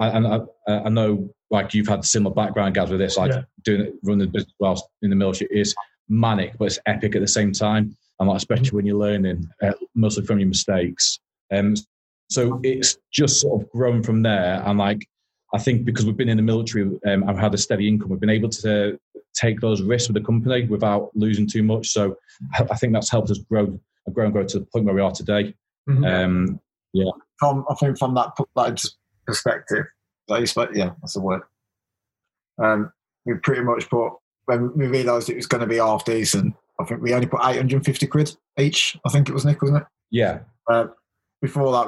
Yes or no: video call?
yes